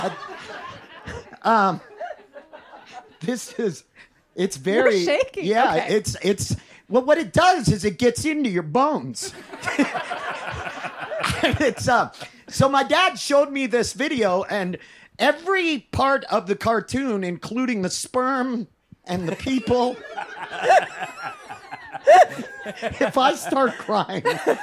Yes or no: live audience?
yes